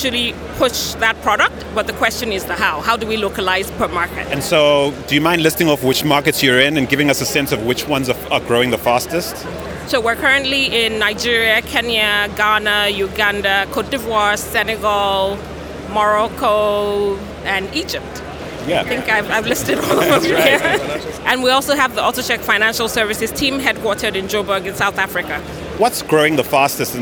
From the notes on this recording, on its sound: Live conversations from the GITEX AFRICA Morocco tech startup showcase. This month's special #APSVibecheck Podcast episode features live conversations from the GITEX AFRICA Morocco tech startup showcase.